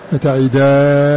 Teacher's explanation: أضغم النون الأولى في الثانية أتعيدانني. وقل عن هشام أضغم تعيدانني، أضغم النون الأولى في الثانية فيصير يقرأها أتعيدان، وما دام أنه أضغمها فيمدها مدا لازما 6 حركات، صار من قبيل مد لازم الذي يمد 6 حركات في حال إضغامه، فلابد أن يمدها هكذا.